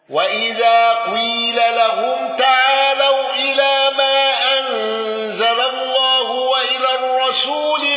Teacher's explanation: أبو عمرو بالإدغام وقصر المنفصل واندرج معه روح